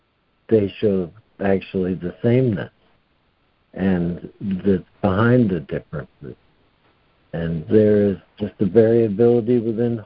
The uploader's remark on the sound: ACIM Daily Conference Call